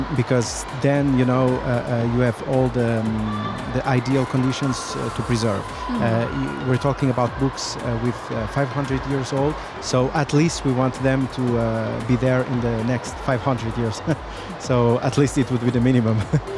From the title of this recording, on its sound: Live from SIBF 2023